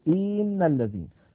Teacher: الخطأ الذي يمكن أن يفعله الإنسان أن يمط كسرة الهمزة فيقول إن الذين. هذا هو الخطأ الأول الذي يمكن أن يحدث بالنسبة لموضوع تساوي أزمنة الحروف المتحركة.